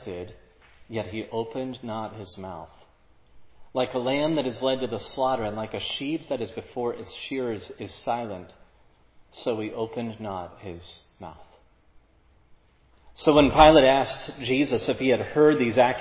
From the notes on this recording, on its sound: This sermon on Matthew 27:11-26 was preached at Providence Church on Sunday, August 14, 2022.